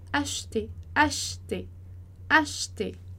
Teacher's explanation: a gente não pronuncia esse E, ele vai ser mudo